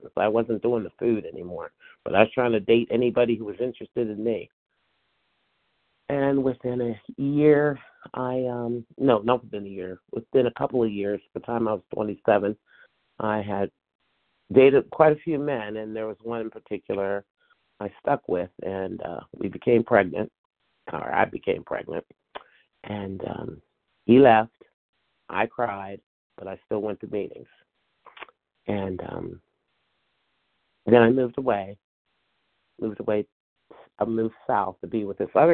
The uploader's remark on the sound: from the 100 Pounders Phone Meeting